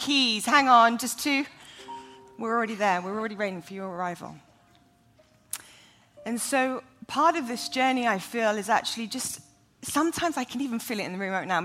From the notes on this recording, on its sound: Taped live in front of a student audience at the Bethel campus in Redding, CA.